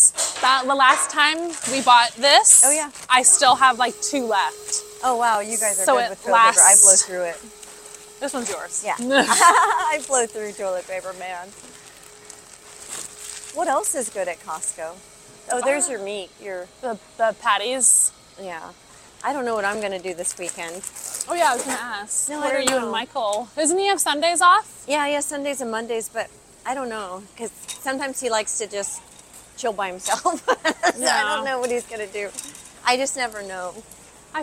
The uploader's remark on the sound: a Friday afternoon trip to Costco